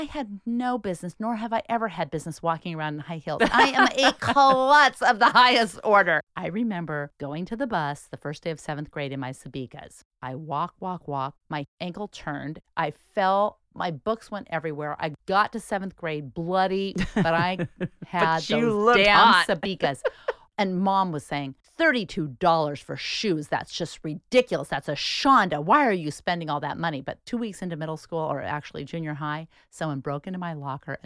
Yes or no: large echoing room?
no